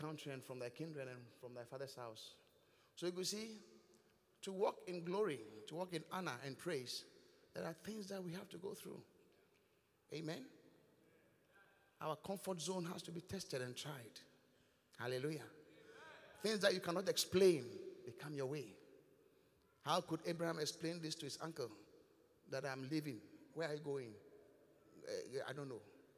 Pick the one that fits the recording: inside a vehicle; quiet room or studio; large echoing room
large echoing room